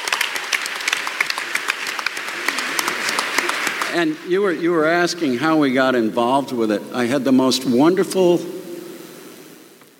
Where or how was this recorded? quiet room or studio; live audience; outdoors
live audience